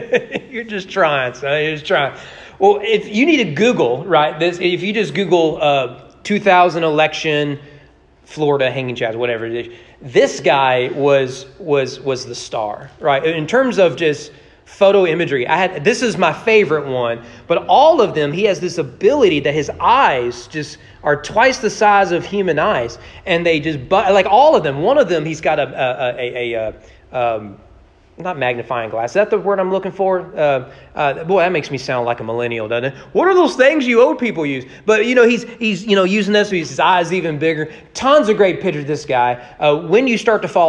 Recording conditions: large echoing room